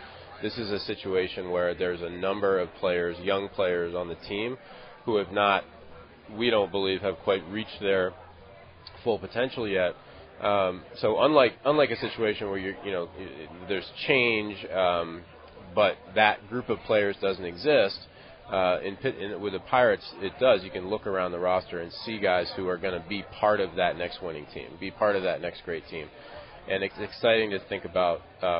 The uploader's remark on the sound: LIVE from PiratesFest Saturday morning at PNC Park